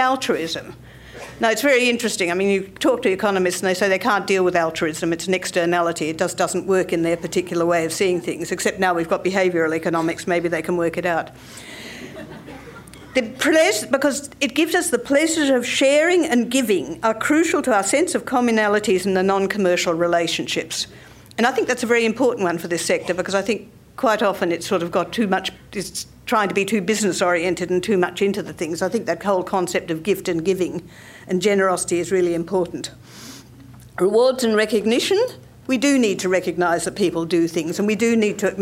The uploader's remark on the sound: At the 2007 Communities in Control Conference.